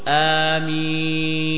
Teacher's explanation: إذا هو في آخر الآية، مد عارض للسكون، يسمى مد عارض للسكون، فيمد حركتين وأربع وست، أقصاها ست، فتقول آمين، هذا أيضا يجوز، يمد بها صوته.